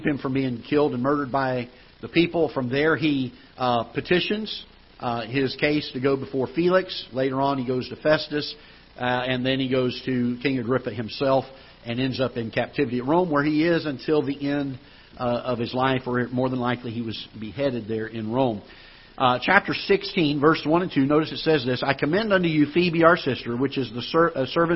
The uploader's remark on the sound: Ketha Heights Baptist Church ~ Live Broadcast